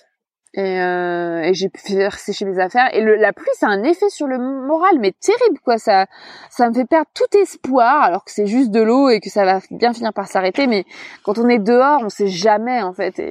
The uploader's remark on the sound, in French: Dans cet épisode enregistré en montagne